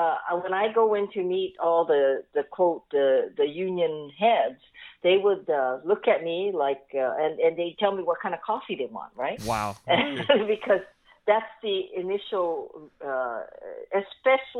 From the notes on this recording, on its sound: hop on the phone